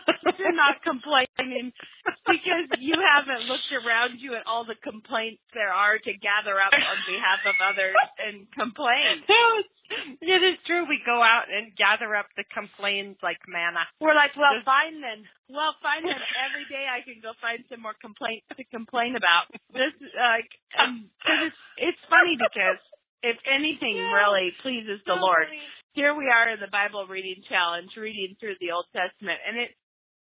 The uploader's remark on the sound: We attempted a long distance podcast with half the team in Florida, the other half running around the house taking pictures of toddlers in Idaho. Via a recorded phone call.